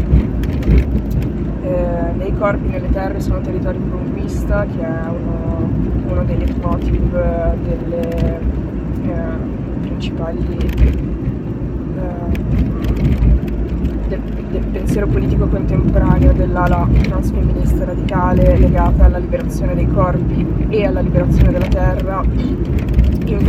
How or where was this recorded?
inside a vehicle